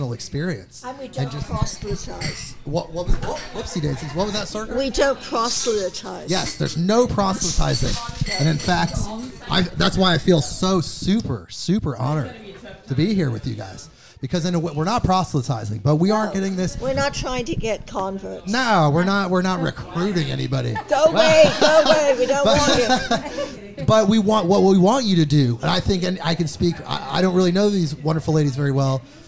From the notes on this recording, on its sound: This takes place live at 'Whelan's Irish Pub' in Portland, OR.